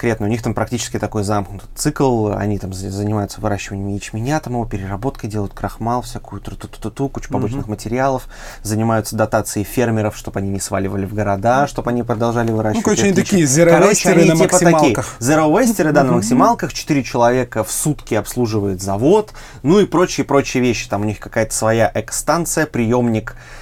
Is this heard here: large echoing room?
no